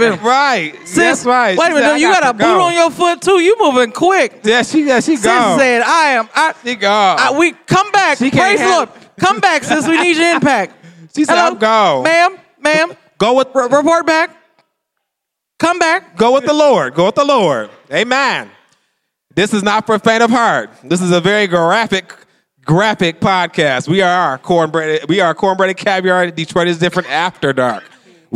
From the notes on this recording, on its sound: In their first-ever live recording at the Detroit is Different inaugural podcast festival, 2019.